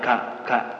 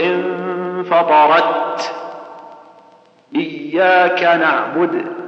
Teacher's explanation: والنطق الصحيح أنك تشد ثم تهمس · Shown in: second take